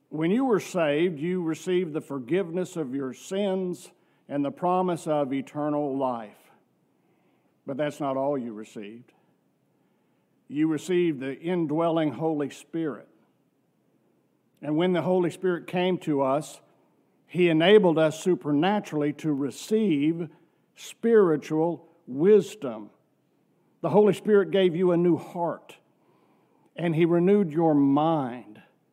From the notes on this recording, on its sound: from our worship service on November 26, 2023